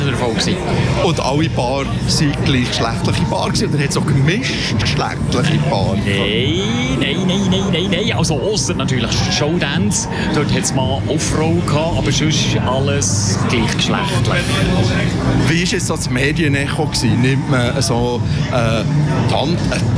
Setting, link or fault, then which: setting, outdoors